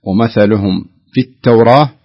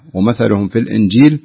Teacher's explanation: لابد أن تظهر الميم إظهارا كاملا دون إخفاء أو غنة